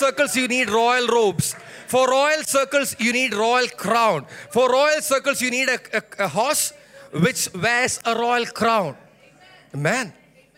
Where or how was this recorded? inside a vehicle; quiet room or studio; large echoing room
large echoing room